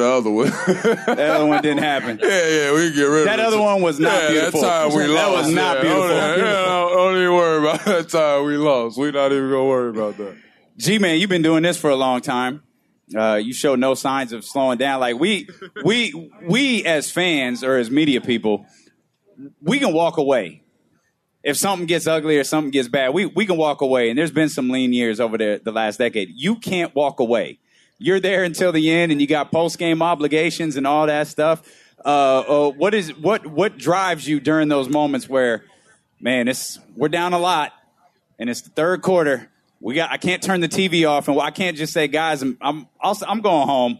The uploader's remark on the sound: Live At Sports Fest